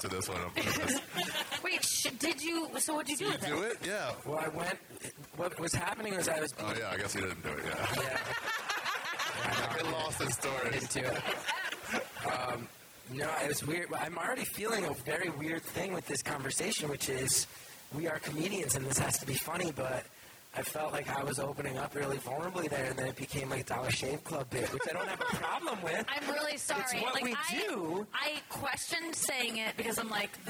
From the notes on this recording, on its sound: A live podcast at the JFL42 comedy festival in Toronto, Canada. I decided to test this theory by doing a podcast about suicide at a live show in front of a comedy festival crowd.